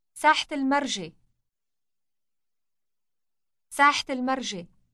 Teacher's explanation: this word is pronounced with a final T sound when it is followed by another word